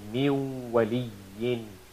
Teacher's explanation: That's why we put the alamat and sign of shad on top of waw. So, but the nasalized sound of noon, the gunna voice, will still remain.